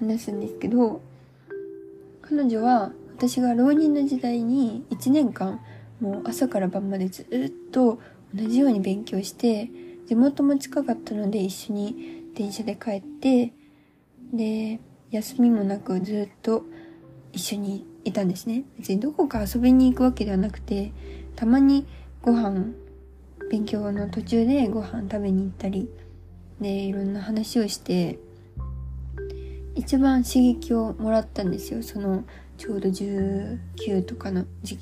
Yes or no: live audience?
no